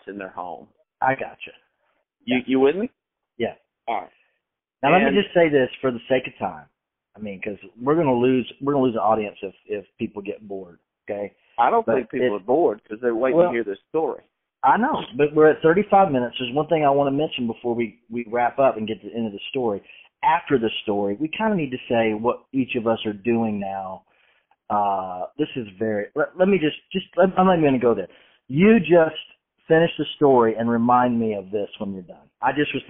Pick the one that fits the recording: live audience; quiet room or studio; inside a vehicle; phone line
phone line